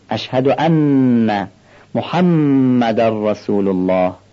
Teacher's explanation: این دوتا نون و میم مشدد غنه داره